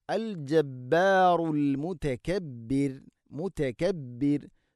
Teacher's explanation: റാഇനെ തർഖീഖ് ചെയ്യണം, നേർപ്പിച്ചുകൊണ്ട് ഉച്ചരിക്കണം.